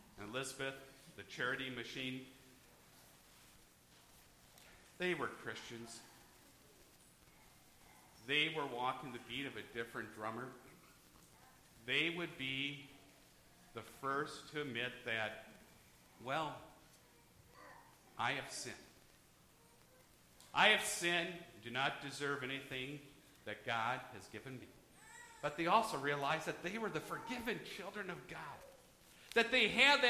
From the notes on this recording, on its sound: Church service recorded at Living Water Lutheran Church, Oshkosh, WI.